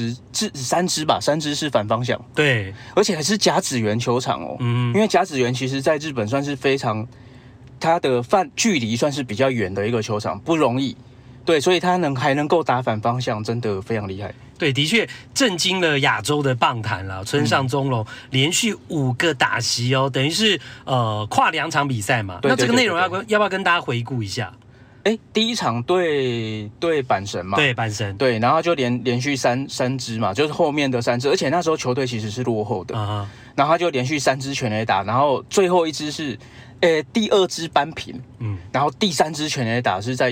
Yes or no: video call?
no